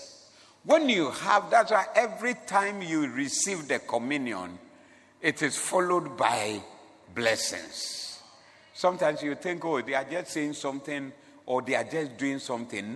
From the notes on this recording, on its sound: Preached at the Doxa Service